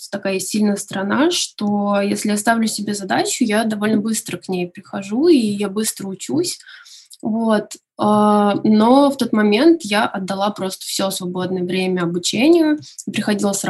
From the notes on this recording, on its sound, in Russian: Мы записывали этот выпуск удаленно, по zoom, поэтому, качество звука может отличаться от обычных выпусков.